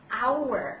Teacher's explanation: 饱满的感觉，而且要卷舌啊，在美音当中